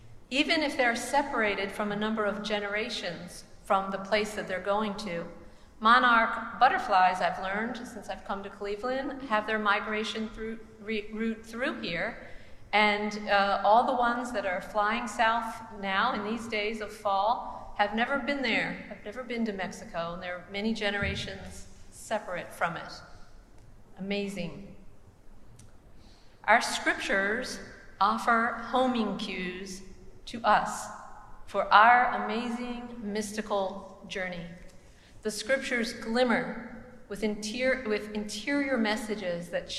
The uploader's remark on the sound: Preached at the celebration of the Holy Eucharist.